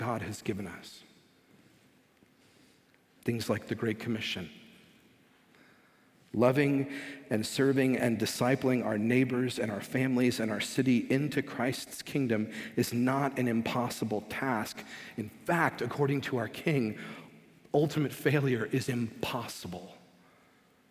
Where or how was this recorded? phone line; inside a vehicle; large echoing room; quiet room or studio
large echoing room